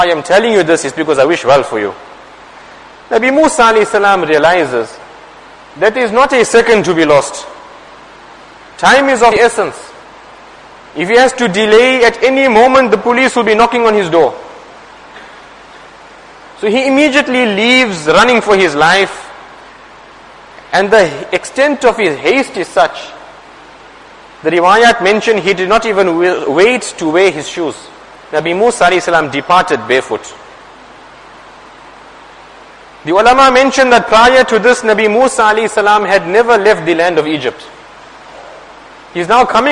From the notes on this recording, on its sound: Jumuah lecture.